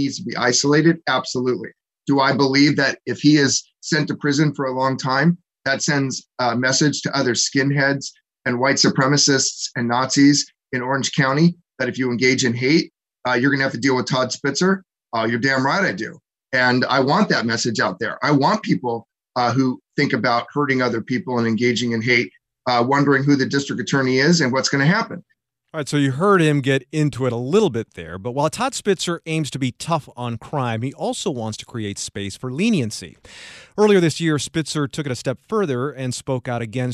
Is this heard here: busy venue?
no